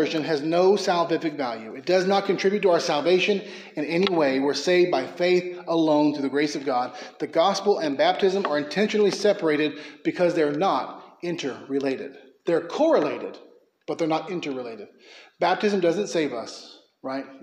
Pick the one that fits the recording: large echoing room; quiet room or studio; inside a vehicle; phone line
large echoing room